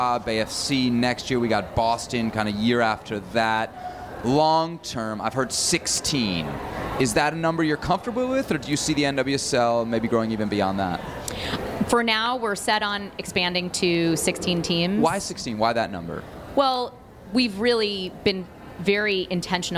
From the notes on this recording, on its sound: live from San Diego, California on NWSL Media Day